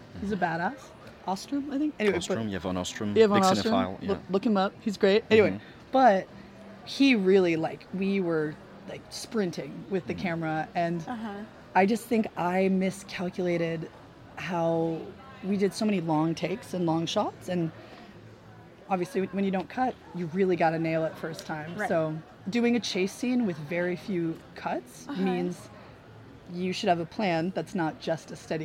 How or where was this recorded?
busy venue